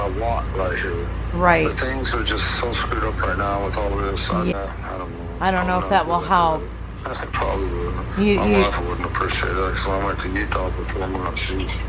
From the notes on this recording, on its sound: phone calls